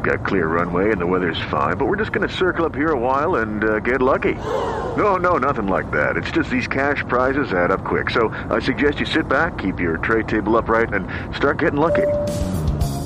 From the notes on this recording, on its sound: for a live Q&A session at Meraki Arts Bar